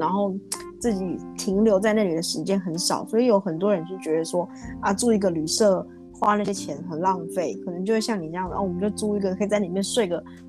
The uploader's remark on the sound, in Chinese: 因為第一次嘗試遠端兩人的錄製導致器材有一些音訊干擾。